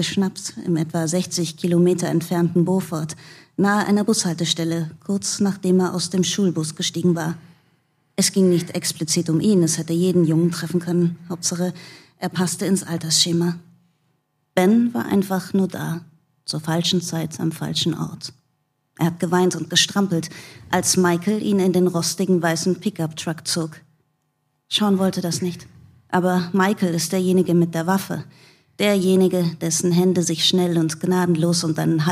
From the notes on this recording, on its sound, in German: Im Kriminaltheater Berlin getroffen. Vor Publikum.